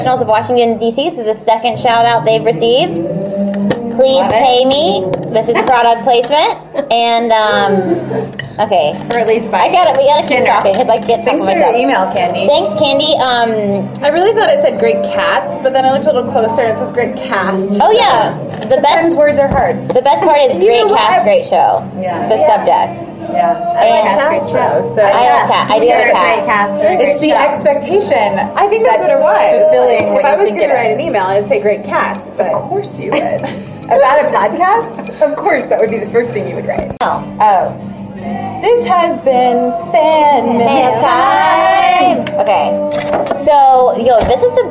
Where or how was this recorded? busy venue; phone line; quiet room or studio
busy venue